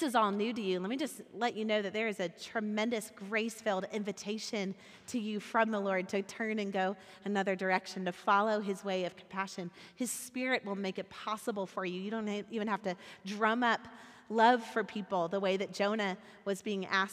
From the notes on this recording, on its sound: recorded at our Sunday gathering on February 27th, 2023 in Port Orchard WA